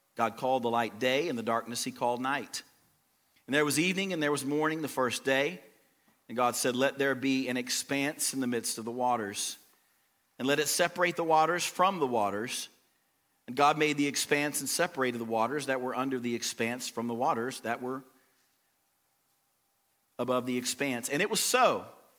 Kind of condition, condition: setting, large echoing room